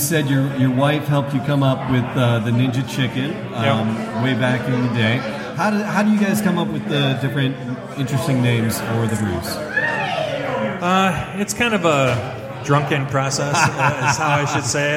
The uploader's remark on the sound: Live from Falling Down Beer Company IT in the D Charity Event